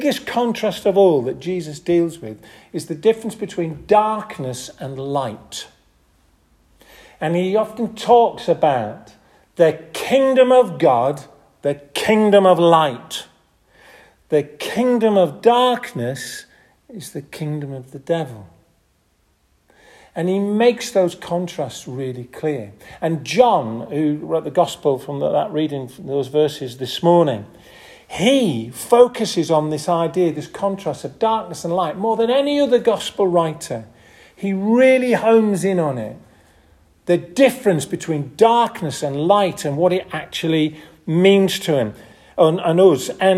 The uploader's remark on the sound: This audio recording was taken from the 10:30 Cafe style service at St Oswald's Church, Askrigg